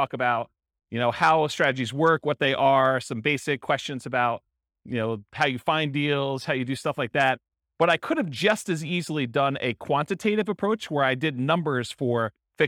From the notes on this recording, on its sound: This was a live class recorded